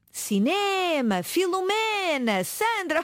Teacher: É uma palavra cujo acento tónico se encontra na penúltima sílaba. · Term: palavra grave